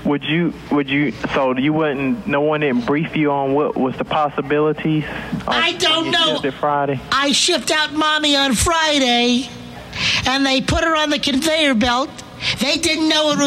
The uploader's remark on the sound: Prank Phone Calls Collection